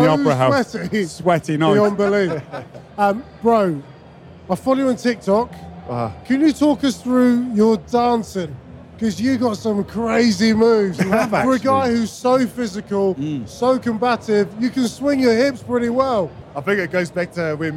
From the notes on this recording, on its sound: We record live from the World Rugby Awards in Paris after the World Cup final.